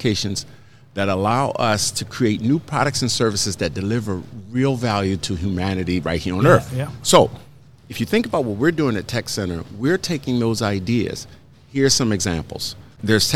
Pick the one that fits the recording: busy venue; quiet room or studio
busy venue